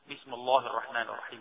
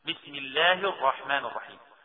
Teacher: اللام لفظ الجلالة تكون إيه؟ مرققة. ليه؟ لأن حرف الميم في كلمة بسمي مكسور · Shown in: second take